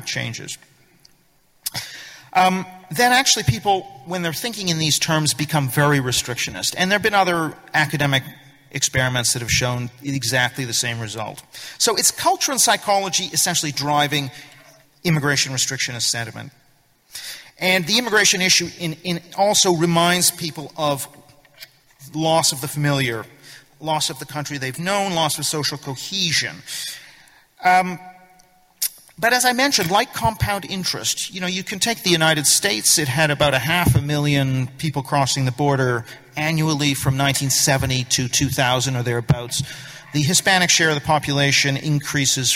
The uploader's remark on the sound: Speech at New Culture Forum Conference